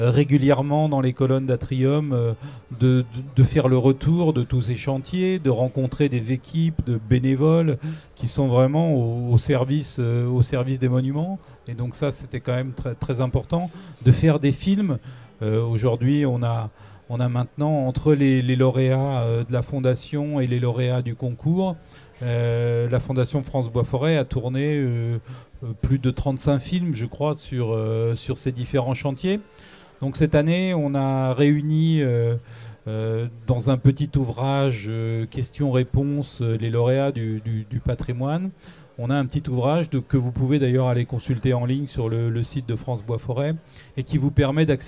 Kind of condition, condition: setting, busy venue